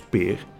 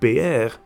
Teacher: de laatste tijd is de uitspraak PR met de klemtoon op de tweede E steeds vaker te horen · Shown in: second take